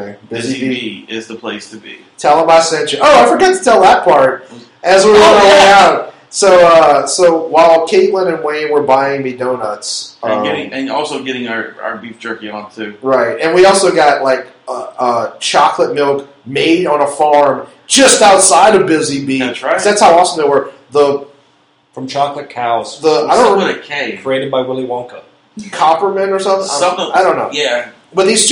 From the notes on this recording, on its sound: The audio is a little uneven